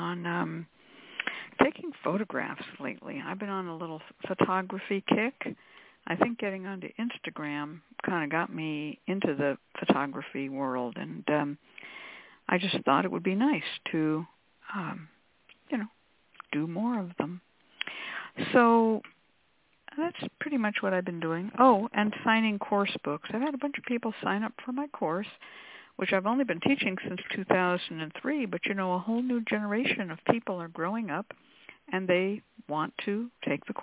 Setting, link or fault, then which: link, phone line